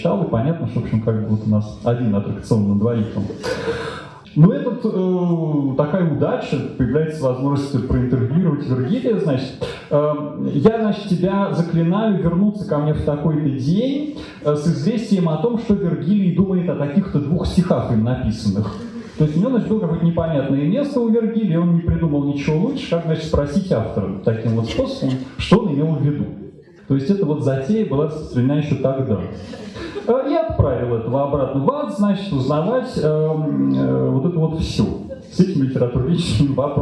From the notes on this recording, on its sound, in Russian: Дом культуры "Ясная Поляна 13 мая 2017 года. Лекция в рамках цикла "История и литература" Дом культуры "Ясная Поляна.